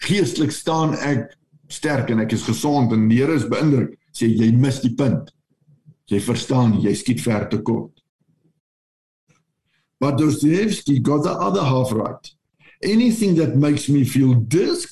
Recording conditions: video call